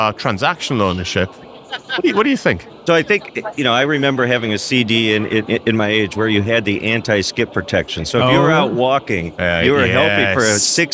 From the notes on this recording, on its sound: We are live from AWS re:Invent 2023 in Las Vegas, direct from the Expo floor